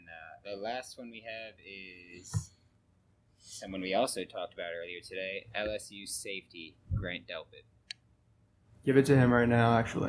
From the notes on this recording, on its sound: SORRY FOR THE AUDIO ON THIS ONE. There were tons of issues making this one.